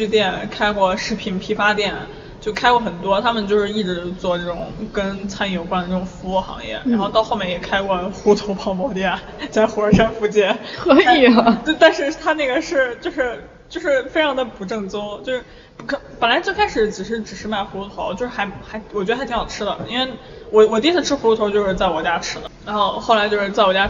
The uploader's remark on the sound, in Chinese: 这期西安老街咖啡馆的节目是在DirtyMind Coffee录制的。DirtyMind Coffee是在南二环与朱雀花卉市场交汇处不远的西旅家属区门口，大眼望去像是小区的门卫，曾被客人戏称为“传达室咖啡馆”。